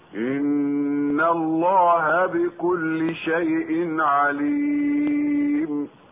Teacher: إن حرف غنة مشدد، ولام لفظ الجلالة مفخمة لوجود الفتح قبلها